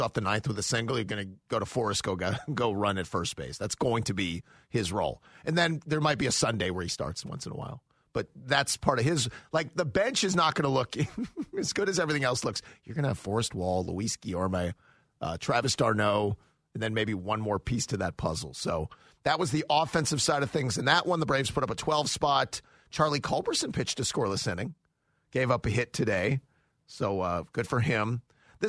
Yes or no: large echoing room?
no